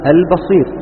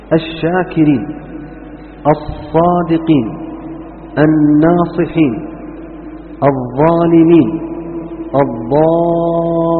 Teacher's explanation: هذه تدغم معها اللام، ما تنطق، تنطق همزة الوصل وبعدها الحرف مشددا، لأن اللام أدغمت · Shown in: second take